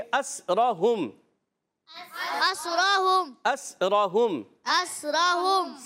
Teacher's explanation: سین کو سیٹی کے ساتھ پڑھیں گے، را پر زبر ہے، را پر ہو جائے گا.